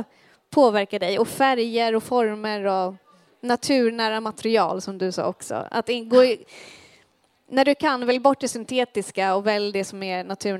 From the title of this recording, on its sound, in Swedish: livepodd